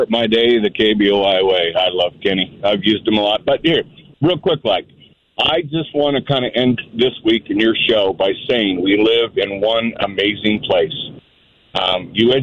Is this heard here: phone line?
yes